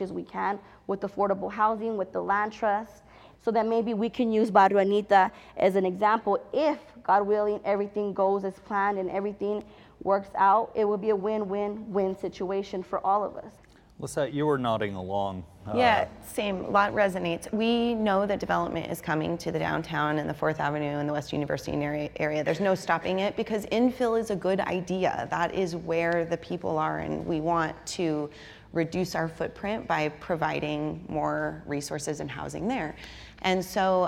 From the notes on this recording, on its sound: A live community discussion.